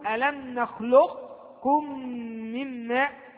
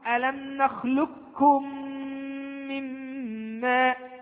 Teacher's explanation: نظهر القاف والكاف، ولا ندغم إدغاما كاملا